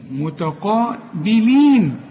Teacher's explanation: التاء مرققة قوي، القاف أعلى درجات التفخيم